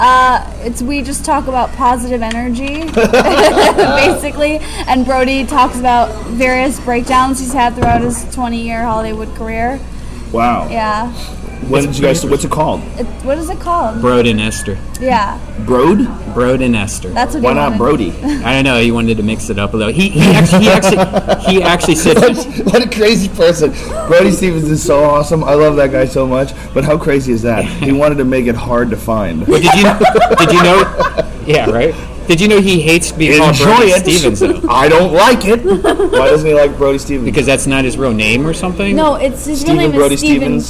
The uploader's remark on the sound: LIVE FROM THE ICEHOUSE